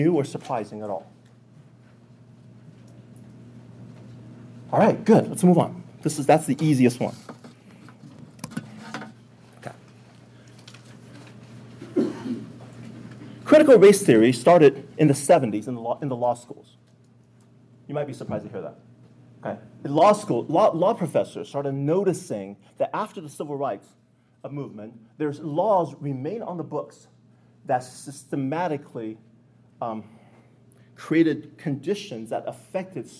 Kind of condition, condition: setting, live audience